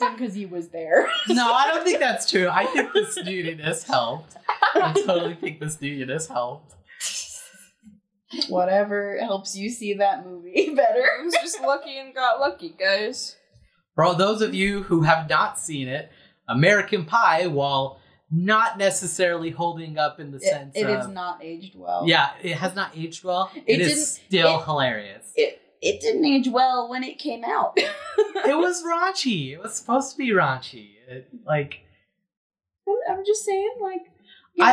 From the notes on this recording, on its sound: we know the audio is bad